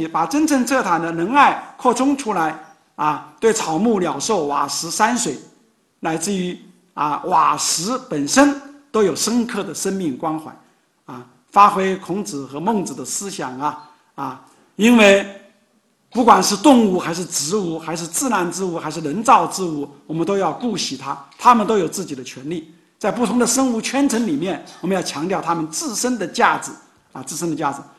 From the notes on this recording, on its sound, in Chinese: 本音频是由“复兴论坛”系列讲座录音整理而成。